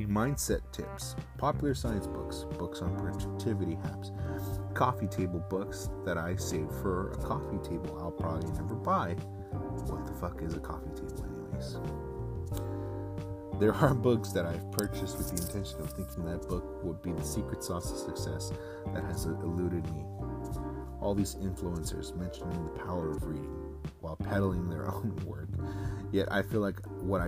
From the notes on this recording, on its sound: Apologies for the noise in the background if there is any!